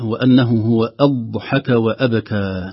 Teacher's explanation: نحذر من القلقلة في الضاد، أن الضاد عرضة لأنها تقلقل، وخاصة بعدها وأبكى مقلقلة، فغالبا الإنسان يعني يستسهل أضحك وأبكى هكذا، لكن الصحيح أن أضحك الضاد ليس فيها قلقلة والباء فيها قلقلة